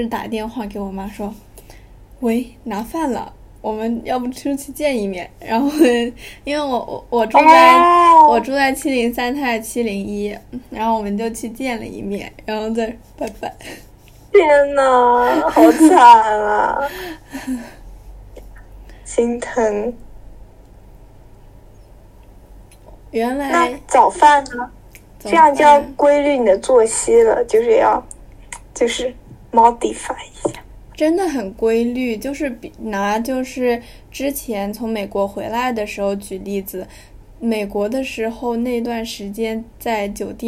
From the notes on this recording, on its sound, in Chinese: 在线上录制如此的随意（又吃零食，又洗衣服）。精致的呆在隔离酒店。